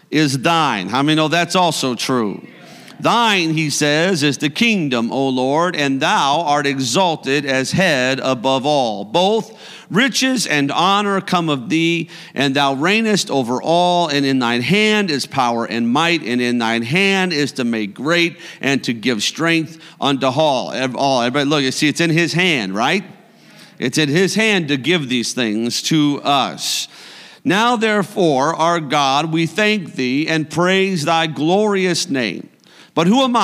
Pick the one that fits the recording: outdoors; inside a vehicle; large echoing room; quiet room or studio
large echoing room